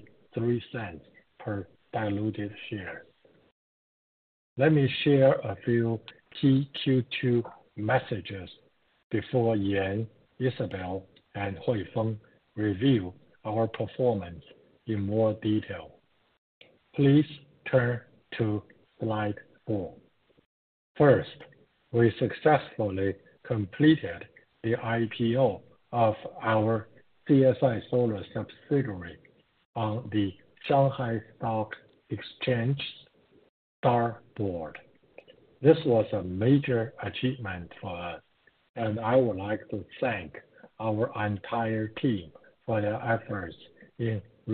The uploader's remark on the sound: Q2 2023 Earnings Conference Call of Canadian Solar Inc.